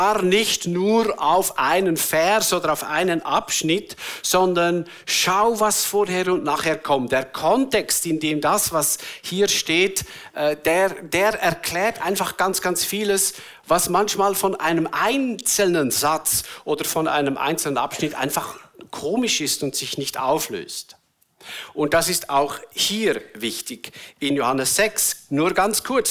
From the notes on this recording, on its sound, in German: Eine Predigt der BewegungPlus Burgdorf